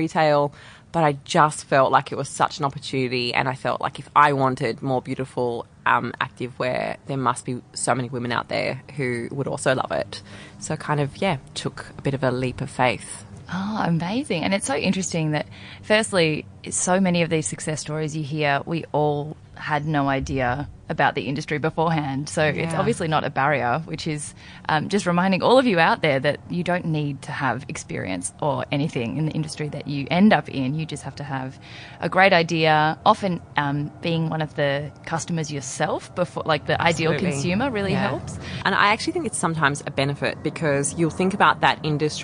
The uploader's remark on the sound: Since the sun was shining on this beautiful day we recorded outside so the birds provide some beautiful ambiance but you’ll have to excuse an airplane or two!